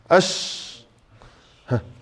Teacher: طيب الصفة الثانية التفشي، التفشي هو انتشار الهواء أو الريح في الفم عند النطق بحرف الشين. حرف الشين من أكثر الحروف اللي معاها يكون مصاحب لها هواء، لاجتماع صفة الهمس وصفة التفشي فيه